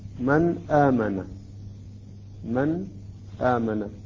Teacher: لاحظوا كيف أنا أظهر النون، لا أدغمها ولا أتأخر على النون